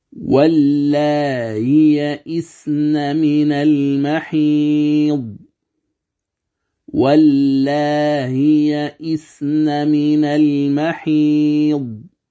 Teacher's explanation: القصر في الألف مع التسهيل أو مع تسهيل الهمزة بين بين، يقرأ هكذا: واللائي يئسن من المحيض، واللائي يئسن من المحيض، فتمدها بمقدار حركتين.